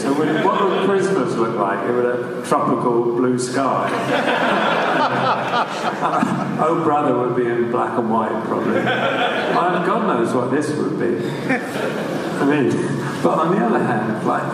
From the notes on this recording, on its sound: To Dallas for a series of events. For this episode, we screened Blade Runner 2049 and hosted a 2-hour Q&A session with the audience of 900 poeple.